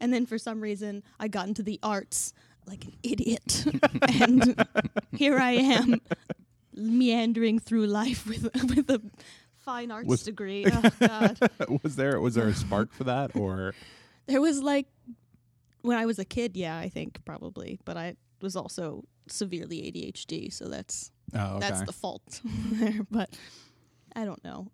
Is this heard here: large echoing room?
no